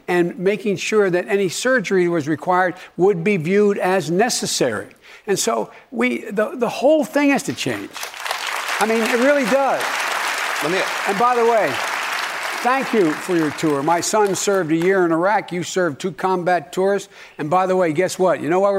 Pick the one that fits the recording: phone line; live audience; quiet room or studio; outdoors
live audience